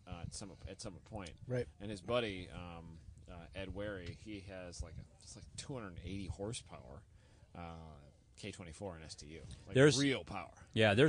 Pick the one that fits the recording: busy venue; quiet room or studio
busy venue